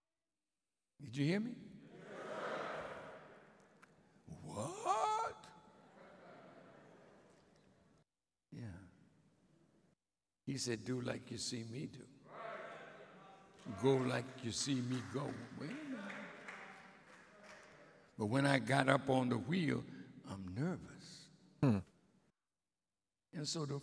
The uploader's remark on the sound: Live Recording